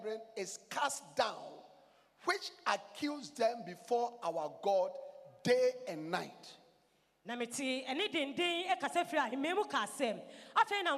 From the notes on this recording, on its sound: Preached at The Life Cathedral, Ofaakor-Kasoa.